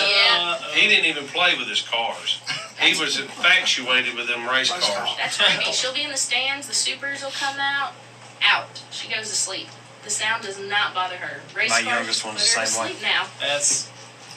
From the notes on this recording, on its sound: We had some technical difficulties tonight